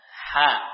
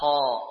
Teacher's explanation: Untuk merasakan perbedaan itu pada bagian pangkal lidah. Ketika kita mengucapkan ha, maka pangkal lidah tidak terasa ada penegangan.